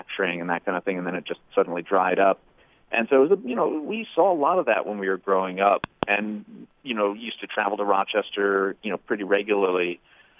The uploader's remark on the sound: called in to chat